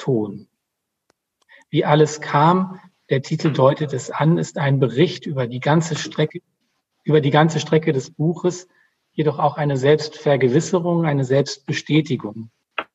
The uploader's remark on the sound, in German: Aus Gründen der Corona-Pandemie konnte der Abend leider nur als Zoom-Konferenz stattfinden. Das Publikum und auch die Gesprächspartner waren lediglich über das Internet miteinander verbunden.